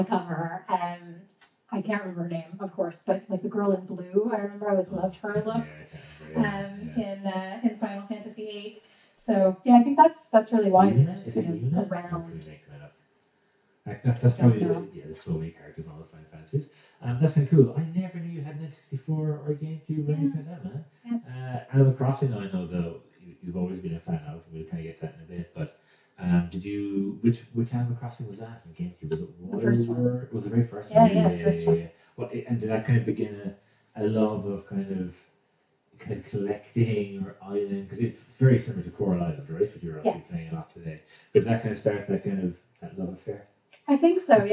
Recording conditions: poor sound quality